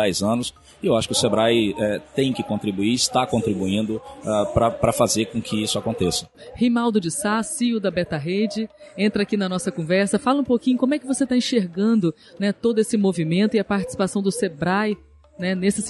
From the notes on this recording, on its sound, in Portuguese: Episódio gravado no evento "Sebrae - Circuito Startup Summit Espírito Santo".